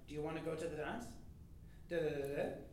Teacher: And it ends with a rise, because it's a question.